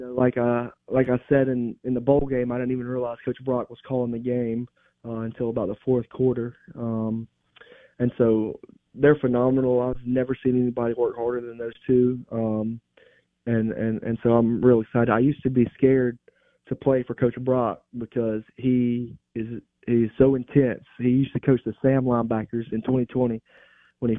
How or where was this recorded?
phone line